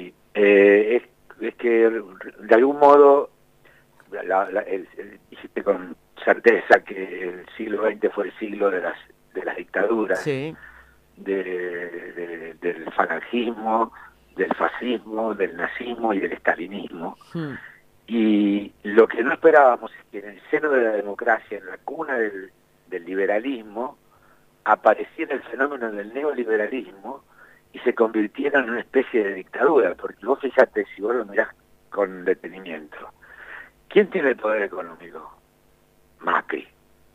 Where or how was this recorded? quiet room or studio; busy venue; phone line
phone line